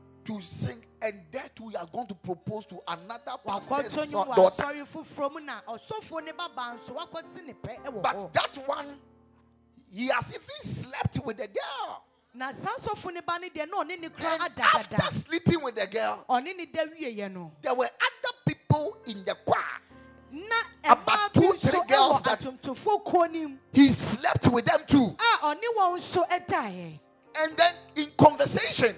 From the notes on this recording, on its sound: Preached at the Ekklesia Campus.